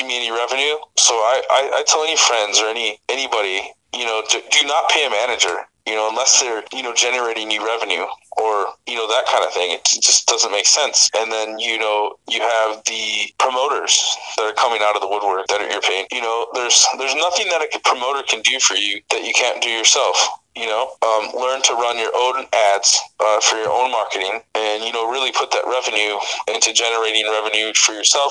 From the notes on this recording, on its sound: phone interview